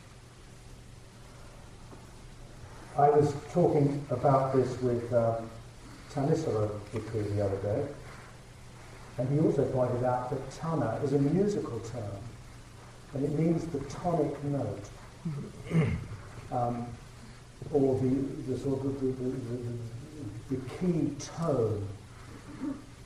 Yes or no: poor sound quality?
yes